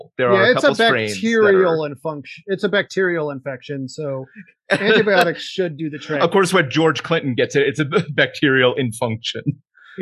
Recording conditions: video call